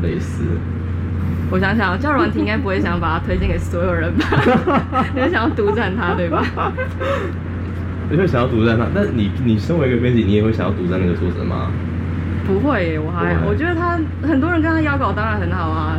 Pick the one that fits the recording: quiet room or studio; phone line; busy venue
busy venue